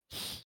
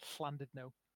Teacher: So it's a sort of an S, but from out of the side of your tongue, or the sides of your tongue.